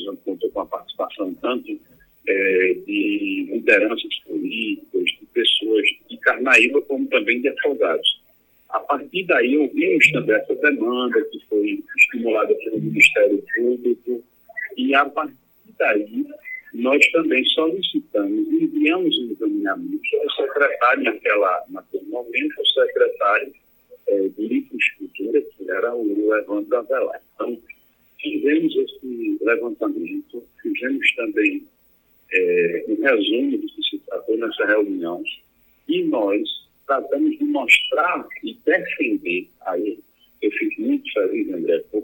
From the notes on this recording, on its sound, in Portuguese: Entrevista por telefone ao programa A Tarde é Sua da Rádio Pajeú.